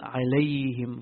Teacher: So there's some pressure on the lips, but not as strong as the waw or the vowel. And there's pressure on the sides of the tongue touching the molars for the ya, but not as much as the normal ya or the haraka